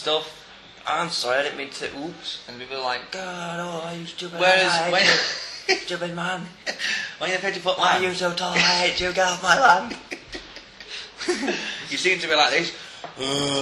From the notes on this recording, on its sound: Recorded on location in a coffee shop in Leeds city centre.